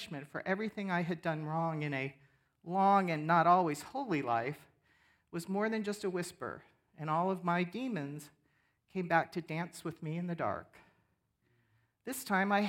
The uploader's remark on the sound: 10am Worship. Sermon from our worship service on 10/15/23. Streamed live on video from our campus in Westlake Village, CA.